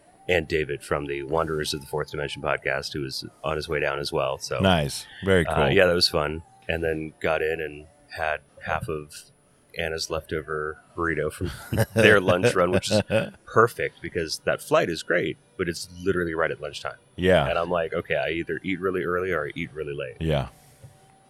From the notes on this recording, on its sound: LIVE from the lobby of the LAX Marriott. We hope everyone is having a lovely con.